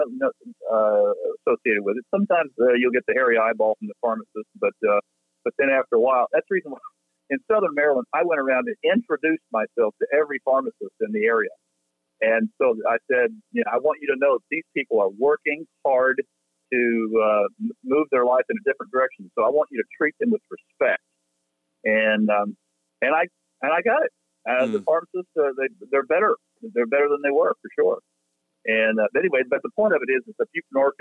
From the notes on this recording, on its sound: The team makes a random phone call